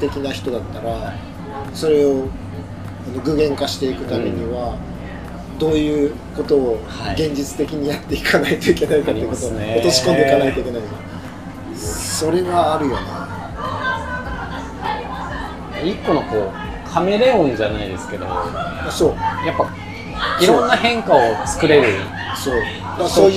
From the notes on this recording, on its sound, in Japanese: 焼肉屋さんで突然の収録で騒がしいですが、そんな場だからこその熱い談義になりました。呑みの席の感覚で聞いてください。